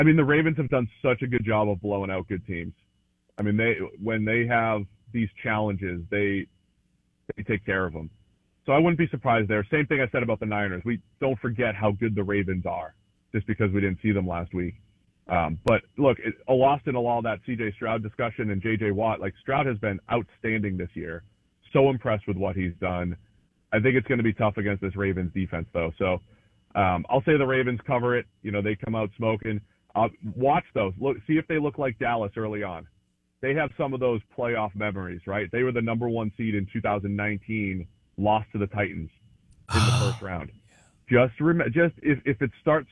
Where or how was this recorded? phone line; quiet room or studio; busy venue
phone line